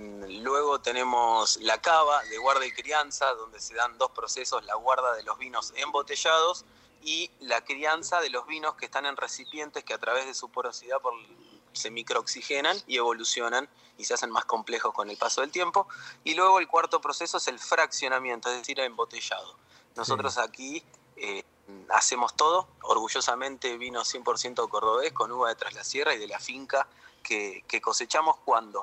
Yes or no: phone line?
yes